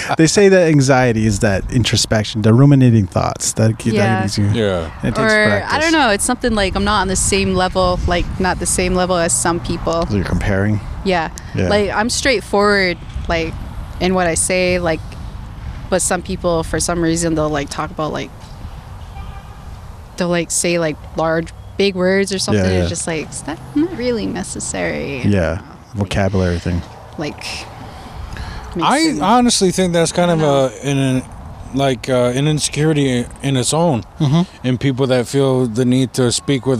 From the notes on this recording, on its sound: A very special outdoor edition. The sun is out in the north country.